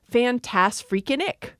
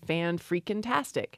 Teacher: Actually, the infix has to go right before the stressed syllable. So fantastic stresses on the second syllable · Shown in: second take · So you would say fan-freaking-tastic.